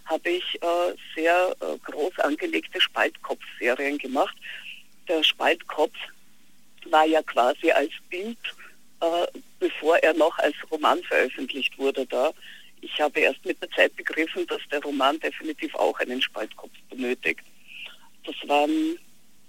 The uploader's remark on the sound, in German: wird telefonisch zugeschaltet